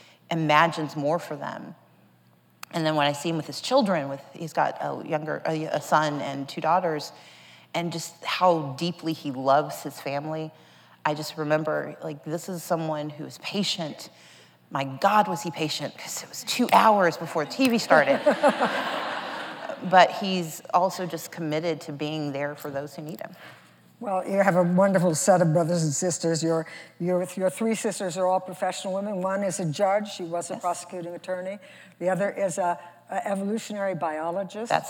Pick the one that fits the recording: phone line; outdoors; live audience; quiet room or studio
live audience